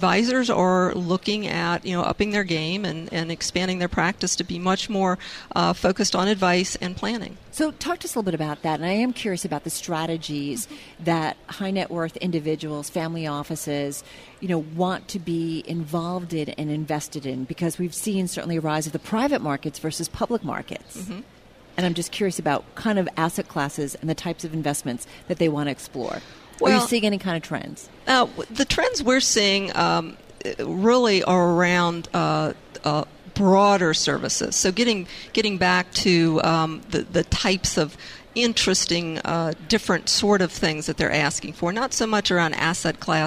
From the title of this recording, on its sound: Day Two From BNY Mellon's Pershing INSITE Conference in Phoenix